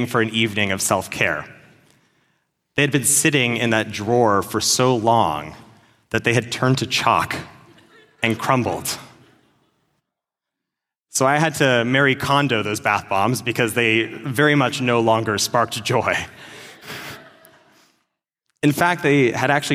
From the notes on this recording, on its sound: At our 5784 Kol Nidre service